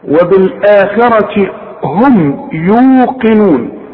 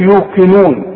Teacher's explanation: في ناس بقى بتحول لك القاف ده المفخمة ده الى كاف، يقول لك يوقنون، لا يا سيدي، وبالآخرة هم يوقنون.